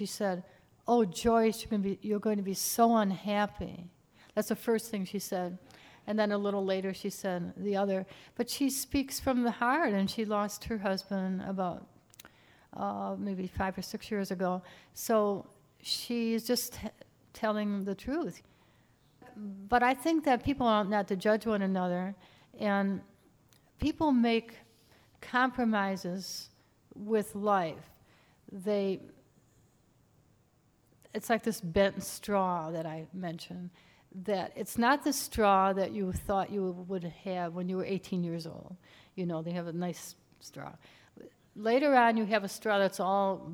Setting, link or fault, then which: setting, live audience